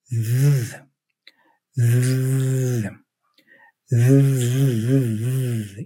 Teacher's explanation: your voice, your vocal cords are also activated. That's why we call it a voiced sound, because now there is not just air. Your voice is also used.